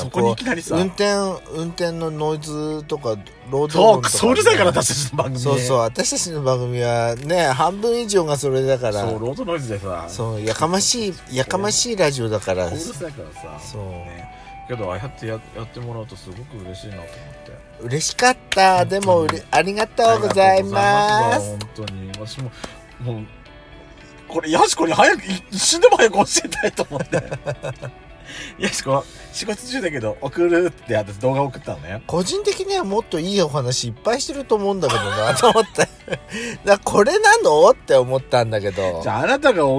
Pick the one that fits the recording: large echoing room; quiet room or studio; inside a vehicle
inside a vehicle